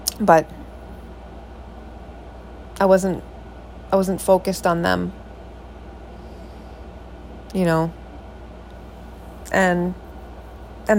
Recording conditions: sounds in the background